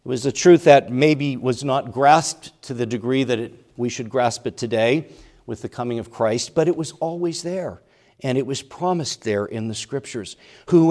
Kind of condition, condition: setting, large echoing room